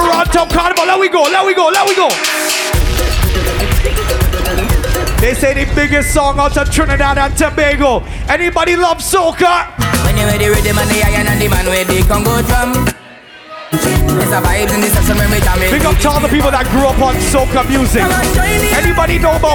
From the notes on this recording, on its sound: LIVE AT WUK U SUMMER SCHOOL!